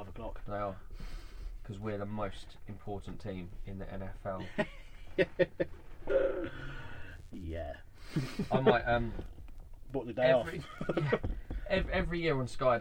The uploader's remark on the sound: We are back again in our usual spot back in the van with coffee and a good podcast coming up.